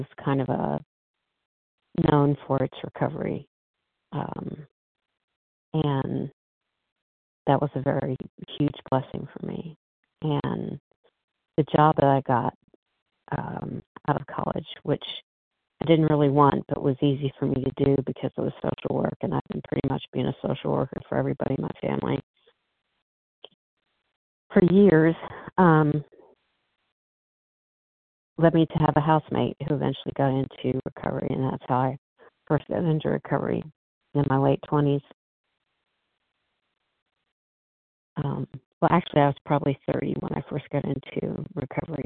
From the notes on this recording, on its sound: 100 Pounders Phone Meeting